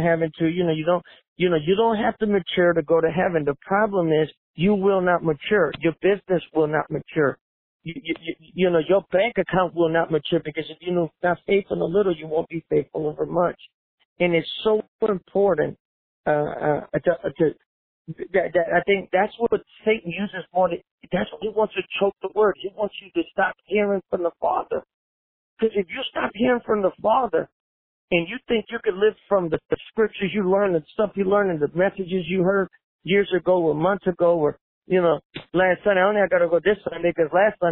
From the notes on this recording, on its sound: In this phone interview for "A Better Way". Despite the delay and sound quality from a less-than-ideal cell phone connection, this interview was so good we had to go ahead and share it!